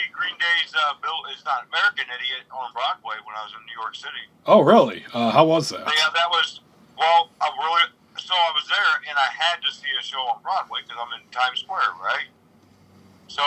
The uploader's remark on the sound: Recorded via phone in Grand Rapids, Michigan, and Toledo, Ohio.